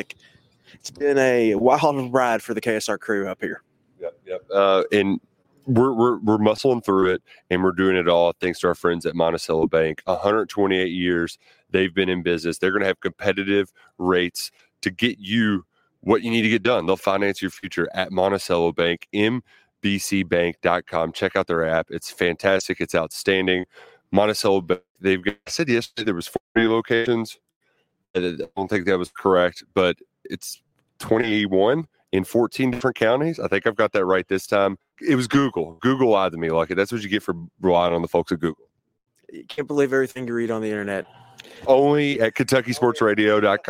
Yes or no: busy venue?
yes